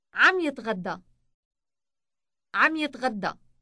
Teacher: the B sound on the beginning of the verb combines almost completely with the final M sound on the end of the progressive marker.